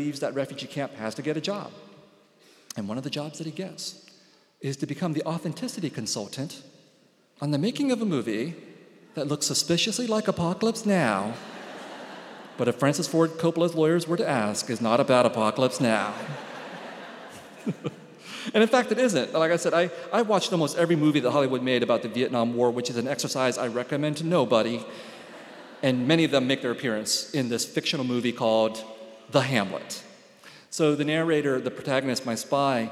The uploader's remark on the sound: He spoke at this Seattle Arts & Lectures event at Benaroya Hall on May 7.